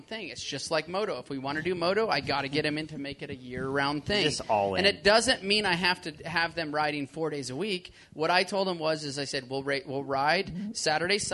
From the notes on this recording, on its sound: Pulpmx Show LIVE from Millville. The first ever Pulpmx ride day at Millville happened and we did a live show Saturday night.